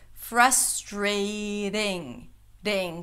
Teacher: You can say frustrating, that's also okay, but you can make it a little smoother and softer and more American by making it a flap T. · And then you end it with a flap T. Frustrating. Ding. So it sounds just like a D. · IPA: ˈfɹʌstʃɹeɪɾɪŋ